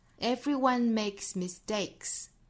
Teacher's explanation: 这个 mistake 在美音之中一般会有这种不送气的处理啊，可以说这种情况更多一些。